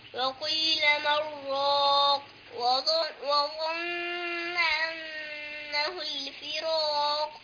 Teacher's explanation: انتبه إلى قلقلة القاف عند الوقف عليها